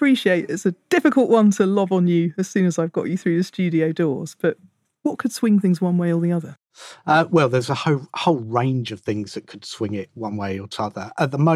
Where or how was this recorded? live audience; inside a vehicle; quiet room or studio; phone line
quiet room or studio